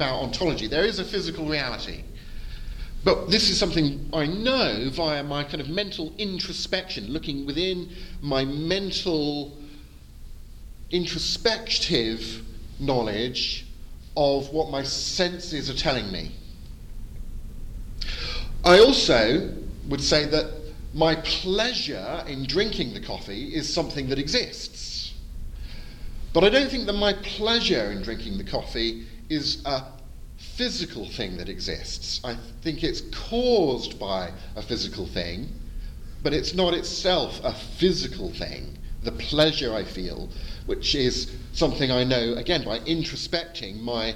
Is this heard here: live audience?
yes